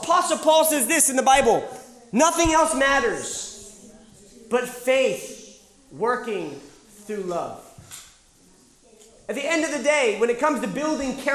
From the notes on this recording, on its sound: Live Sessions from Camp R.A.W. This was originally recorded live at The School of Warrior Arts annual Camp R.A.W.